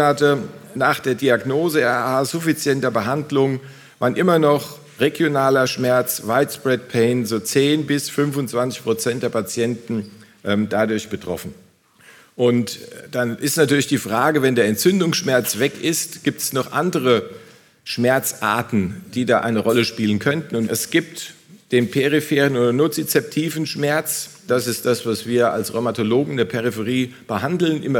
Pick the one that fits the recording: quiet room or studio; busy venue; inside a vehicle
busy venue